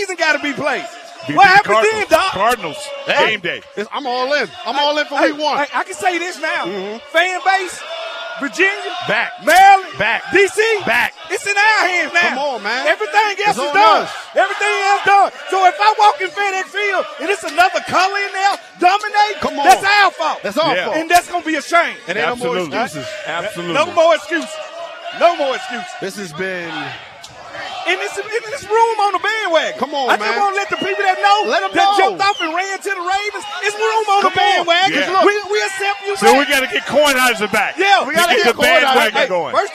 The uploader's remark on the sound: live from the Burgundy & Sold Party